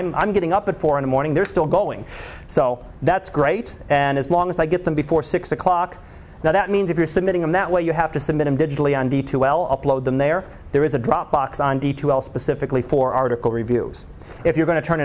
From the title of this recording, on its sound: Live Class Lecture